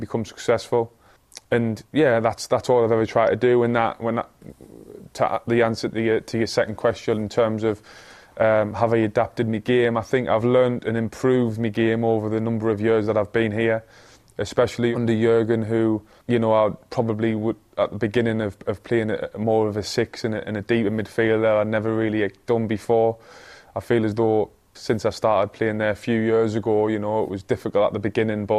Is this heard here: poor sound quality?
no